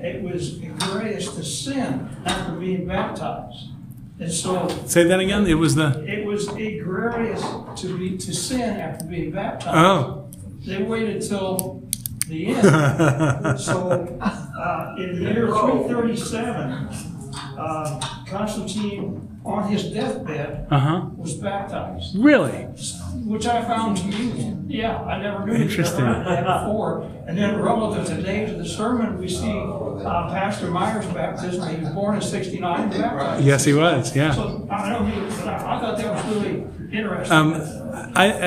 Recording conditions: large echoing room